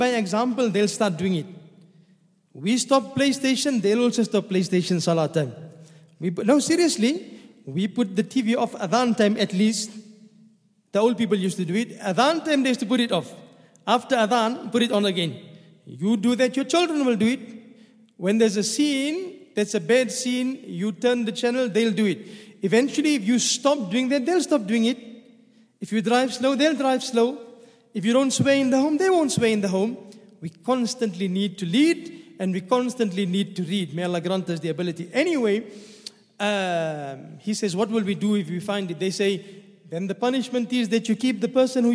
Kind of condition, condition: setting, large echoing room